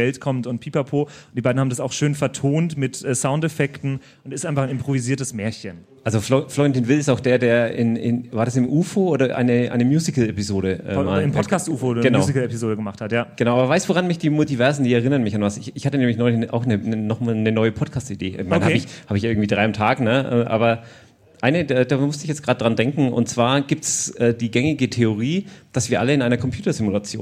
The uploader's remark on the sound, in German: Unser Live-Publikum im Afterwork begeisert. Das war die Podcast-Brause live.